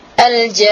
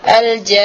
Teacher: Tidak boleh kita anakan aljan, Dengungkan juga nunnya, nun di akhir karena dia musyaddad. · Shown in: second take · Term: gunnah